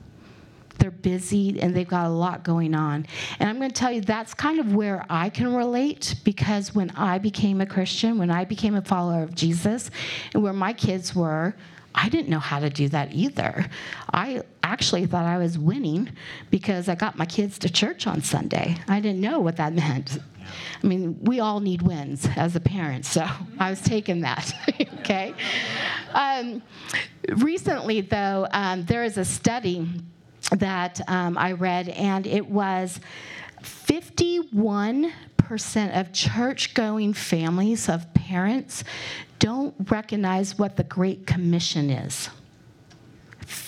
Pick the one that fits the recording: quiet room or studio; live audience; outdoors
live audience